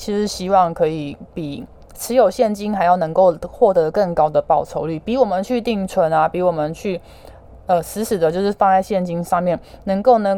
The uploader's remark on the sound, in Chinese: 本集有些許雜音，已亟力避免，如有察覺請多多包涵